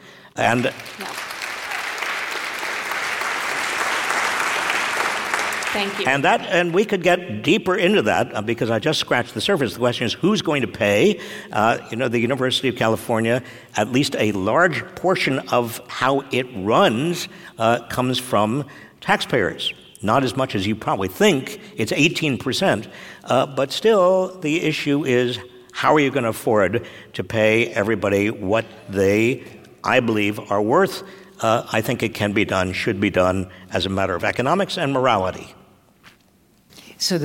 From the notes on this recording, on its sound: Today we share with you our discussion before a live audience at the San Francisco Arts and Lectures series.